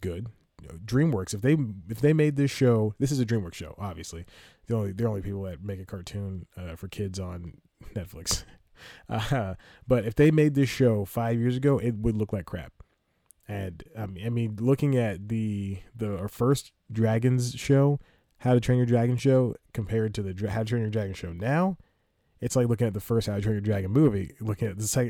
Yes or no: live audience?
no